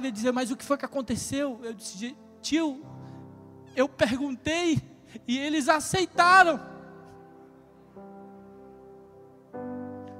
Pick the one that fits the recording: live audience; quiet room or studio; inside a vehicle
live audience